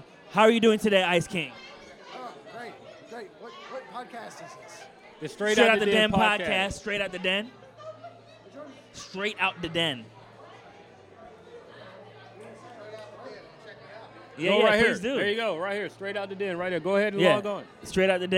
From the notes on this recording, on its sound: Live From Adventure Time ATL.